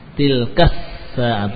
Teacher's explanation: Jadi langsung ke sin, ya, karena ada alnya, lamnya tidak terbaca, masuk ke sin langsung